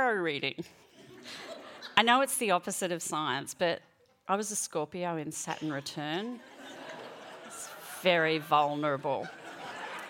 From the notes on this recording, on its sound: She performed this story at the World Science Festival in Brisbane.